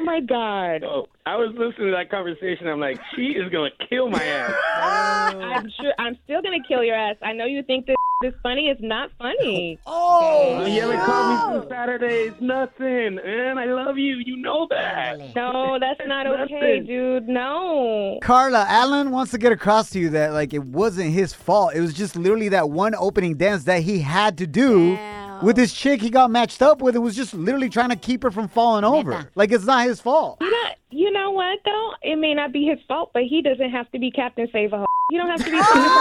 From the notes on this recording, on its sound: we opened up the phone lines